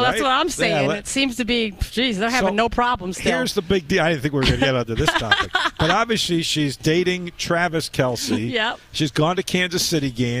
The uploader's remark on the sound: broadcasts live from Uptown Alley Richmond